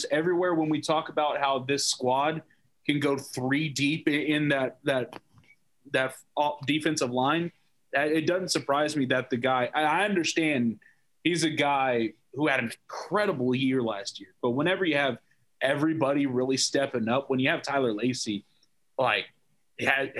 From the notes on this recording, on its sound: This is our first podcast via Zoom.